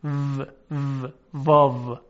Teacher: در فارسی وقتی ما میخوایم واو رو بگیم، دندانهای بالا رو میذاریم روی لب پایین، و و واو، یعنی یه چیزی شبیه ف، منتها فوت نداره دیگه. · Term: واو مخصوص زبان فارسیه